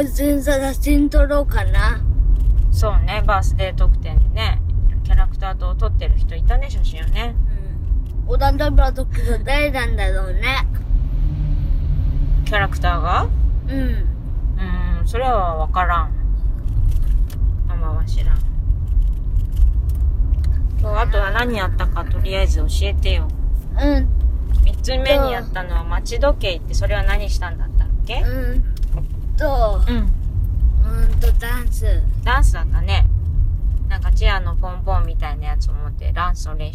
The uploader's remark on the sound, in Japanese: 今回は春休みに初めてのキッザニアへ行く／行った道中での車内収録です。最後は放送事故なので音量にお気をつけください…笑。